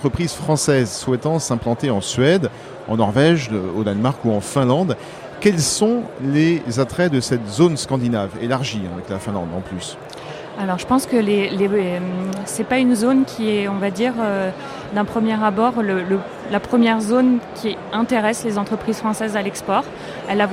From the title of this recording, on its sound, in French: en direct de Viva Tech